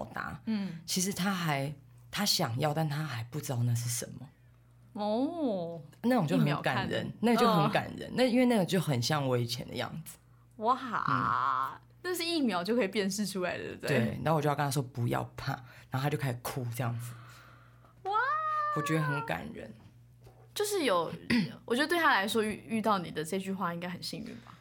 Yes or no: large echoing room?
no